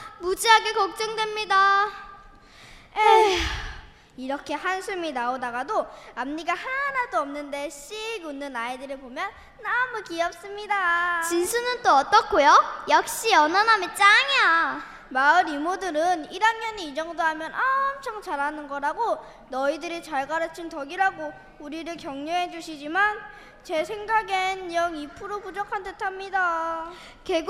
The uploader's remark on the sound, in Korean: 서울 마을라디오 공개방송